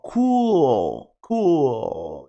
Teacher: Americanos, eles enfatizam muito esse L no final. Então, eles falam cool.